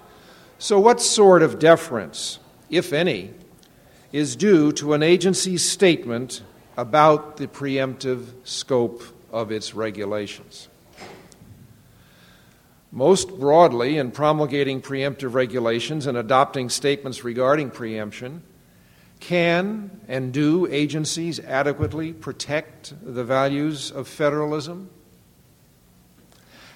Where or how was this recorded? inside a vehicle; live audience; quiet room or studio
live audience